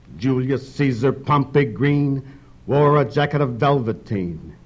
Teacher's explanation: Here we're cranked up by four trochees in the first line.